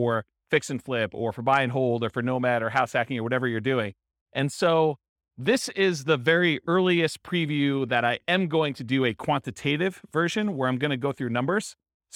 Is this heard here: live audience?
yes